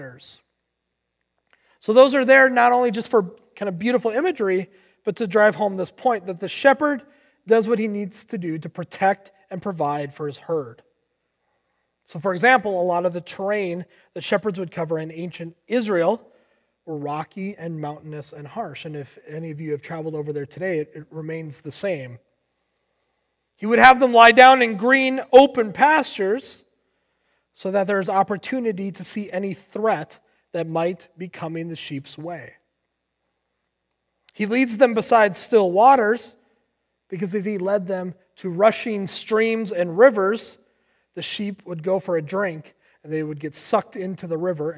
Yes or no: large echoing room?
yes